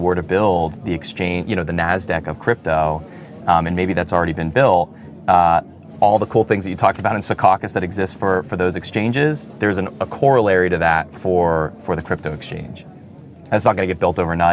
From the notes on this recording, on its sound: Recorded at Paris Blockchain Week 2023.